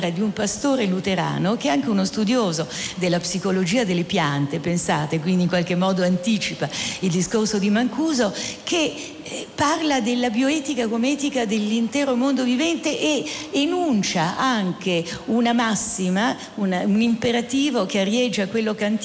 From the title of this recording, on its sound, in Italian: In diretta dal Festivalfilosofia di Modena, Carpi e Sassuolo